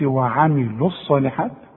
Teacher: ملاحظ ان انا ما نطقتش الواو عند الوصل